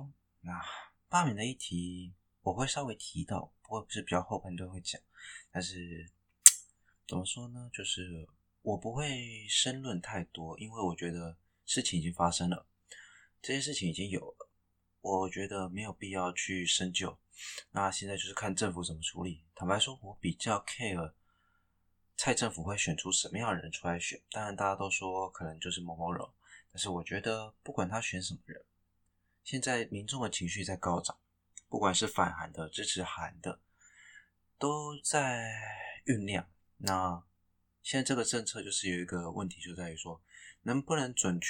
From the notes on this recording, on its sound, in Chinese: 開頭有爆音，剛換錄音設備，還有點不習慣